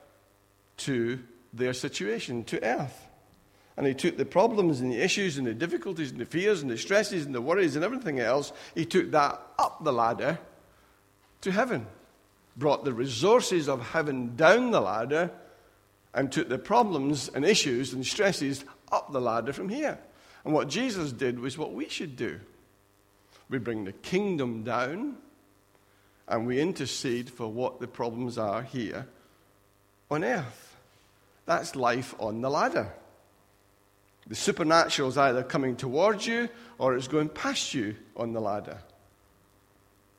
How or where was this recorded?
large echoing room